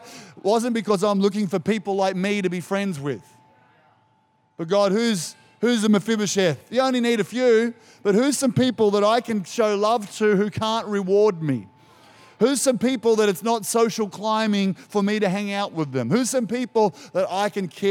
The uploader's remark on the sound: This was recorded in our 9am service